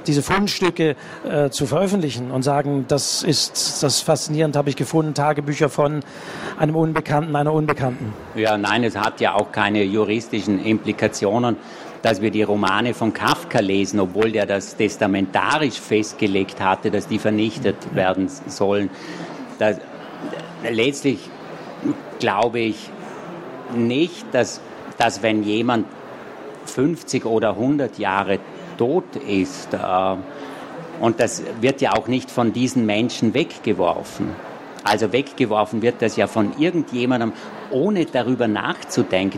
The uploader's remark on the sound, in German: Leipziger Buchmesse 2023. Auf der Bühne in Halle 5 der Leipziger Buchmesse.